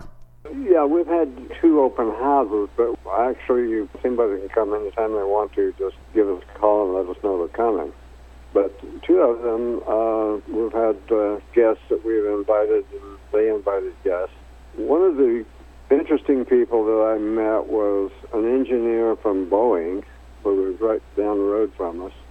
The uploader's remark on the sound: called in to SmallCapVoice